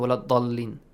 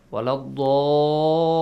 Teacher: the mad goes for six counts · Shown in: second take